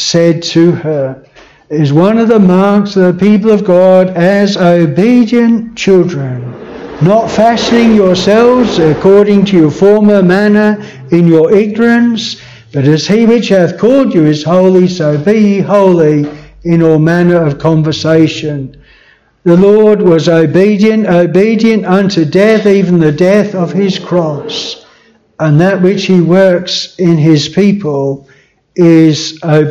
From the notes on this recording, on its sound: This sermon was preached at Bethel Chapel Luton.